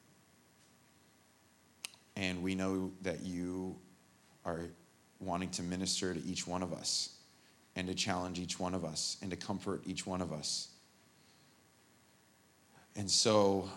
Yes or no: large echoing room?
yes